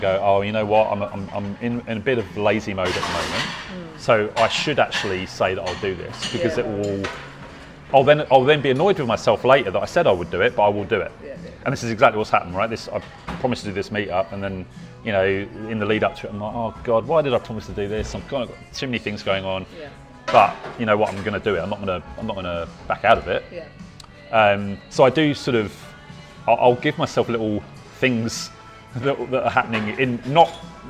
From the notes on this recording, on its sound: We were in a lovely little cafe called The Little Elephant: in Highett, but because of a microphone issues I had, I had a background mic on and you’ll hear a lot of background cafe noise in the recording, I’ve tried to pull it back as much as possible, but as a result my questions are pretty faint. He comes across loud and clear, exactly as he sounded to me.